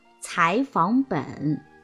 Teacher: 前面两个赏声都应该变调，读阳平调值由二幺四变为三五